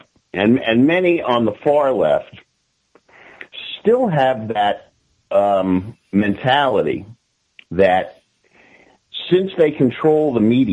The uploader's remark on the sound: For a short half hour, cut shut further by some technical difficulties getting the call connected.